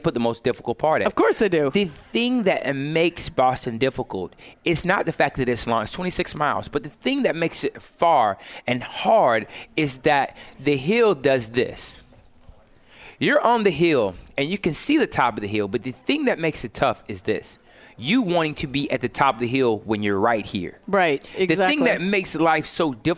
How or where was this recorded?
busy venue